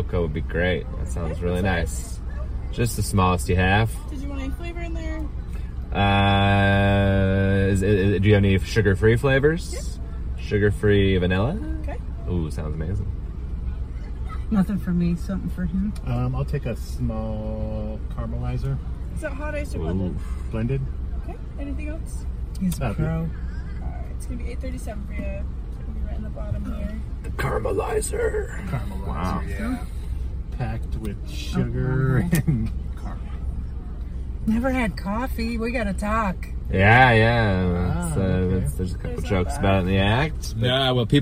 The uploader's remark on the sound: Toasted Marshmallow Adventures Podcast (Idaho's Premier Podcast for Comedy & Entertainment) is a local comedy podcast based in Boise! Take it to the streets in this podcast: "UBER FUNNY!". These episodes will be recorded (audio/video) in a pimped out Kia Soul. Cruise the streets of the Treasure Valley.